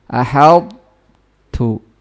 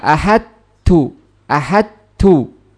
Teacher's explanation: Berbeda dengan kebalikannya, ketika po berjumpa dengan ta, po sukun berjumpa dengan ta yang berharokat, karena po lebih kuat, ya, sehingga kendati pun idgham tetap sifatnya masih ada, yaitu itbaq dan isti'la'nya · Shown in: first take · ya, sehingga diidgham dengan idgham naqis.